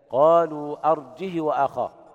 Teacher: بدون همزة وكسر الهاء بدون صلة الهاء